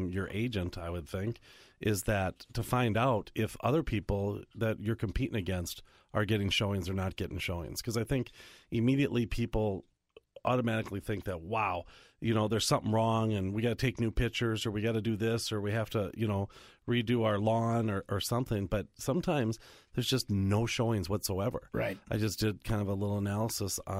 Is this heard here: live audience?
no